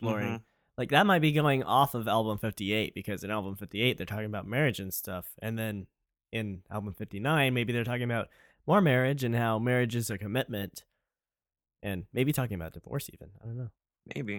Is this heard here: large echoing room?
no